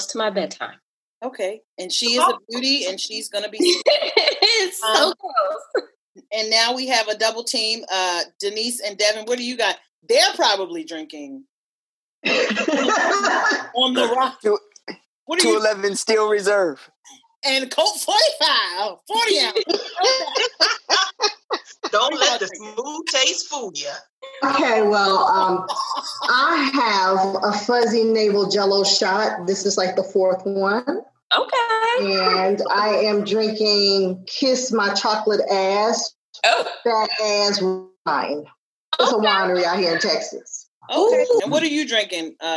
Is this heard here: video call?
yes